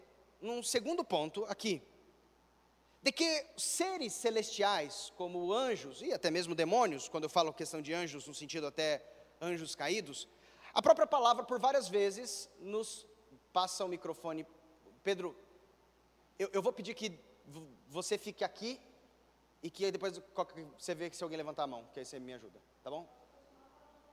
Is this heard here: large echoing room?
yes